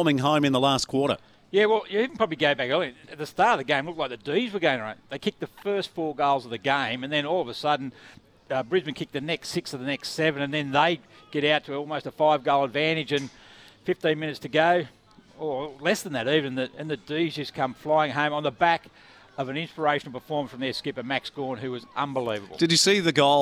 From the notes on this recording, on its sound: live from Edsac the home of the Entrance Tigers